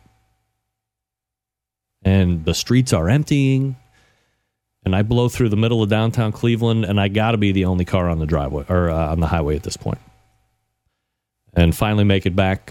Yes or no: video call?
no